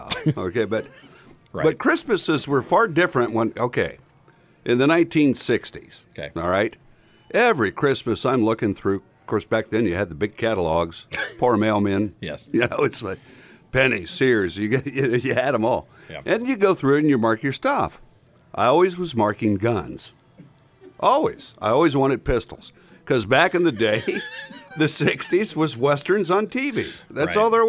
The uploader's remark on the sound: Our big Christmas show with a live audience!